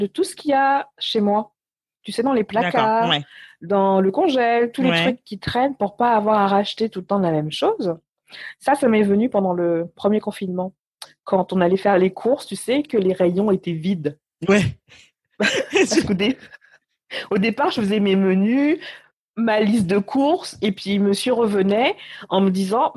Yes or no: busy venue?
no